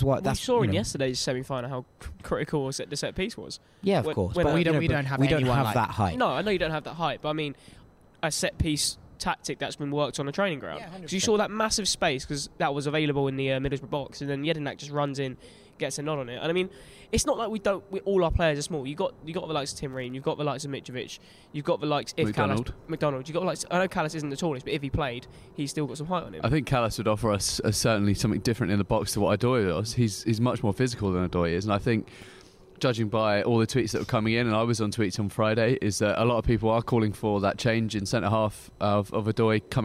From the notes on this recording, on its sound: Went to Craven Cottage to record a Play-Off special. Took to the Johnny Haynes stand.